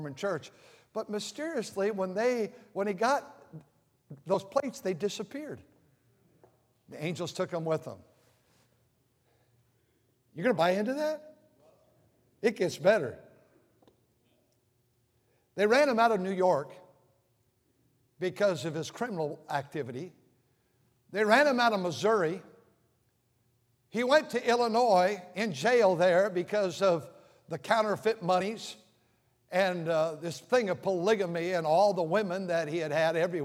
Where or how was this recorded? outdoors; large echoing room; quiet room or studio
large echoing room